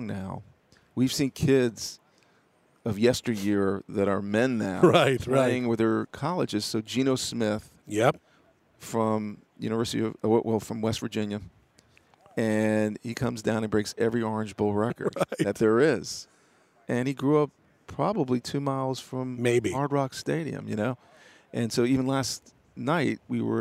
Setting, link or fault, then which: setting, busy venue